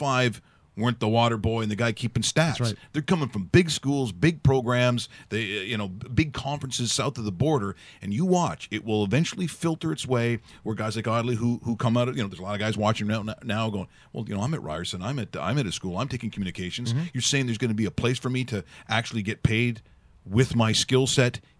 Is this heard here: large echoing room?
no